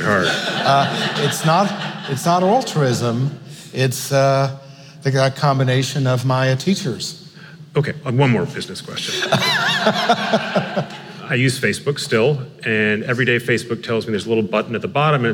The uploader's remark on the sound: On stage in Brooklyn.